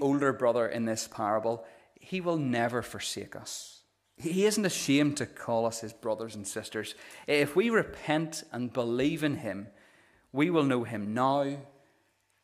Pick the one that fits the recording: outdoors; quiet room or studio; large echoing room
large echoing room